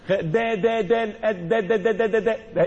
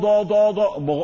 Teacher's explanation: الدال مرقق والضاد ضاد ضاد مغلظ